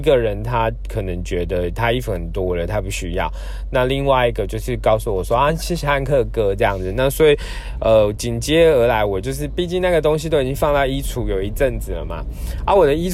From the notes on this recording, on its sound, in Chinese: 本次換個空間：開車移動時錄音，有點雜音請見諒～。